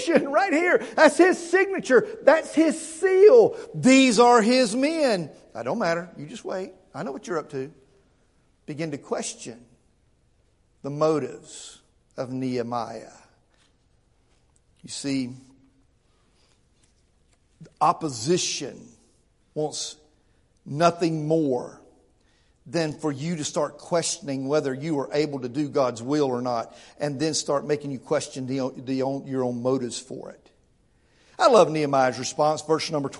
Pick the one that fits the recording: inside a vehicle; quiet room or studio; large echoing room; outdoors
large echoing room